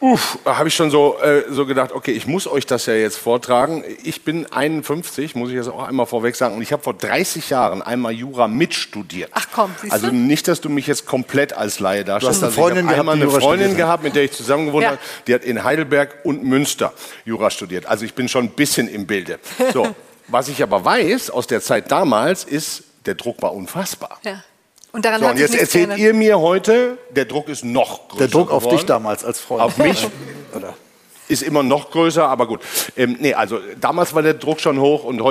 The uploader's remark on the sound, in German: Live aus der Ludwig-Maximilians-Universität in München. Vor rund Hundert LMU-Studierenden.